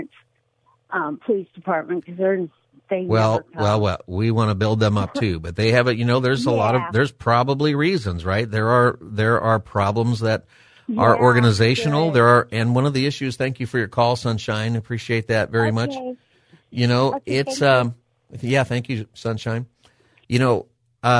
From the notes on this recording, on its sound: Callers call in and give thanks to their local police department and first responders.